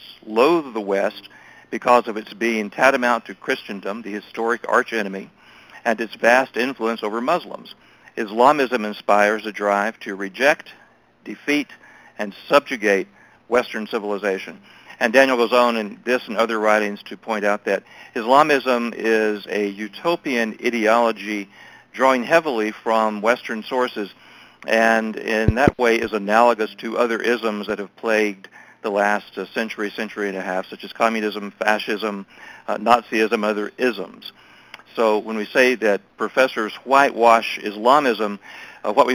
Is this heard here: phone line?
yes